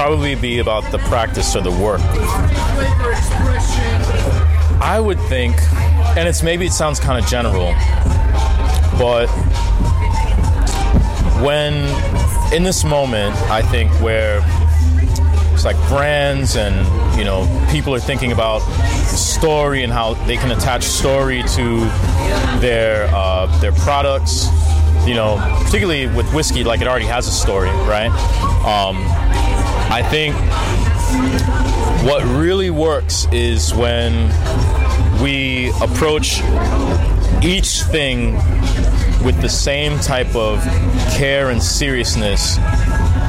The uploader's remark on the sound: Recording Live at the recent Los Angeles Comic Con